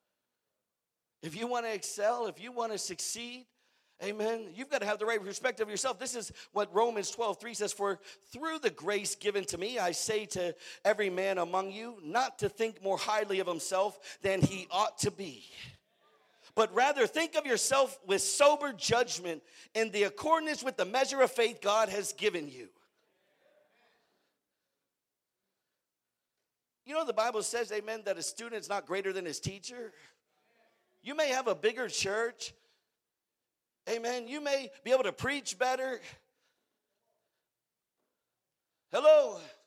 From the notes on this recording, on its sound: preached at the "Dream Again" conference in Riverside, California.